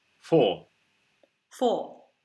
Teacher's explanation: We're not acknowledging the R then at all. It's just an open O, no R.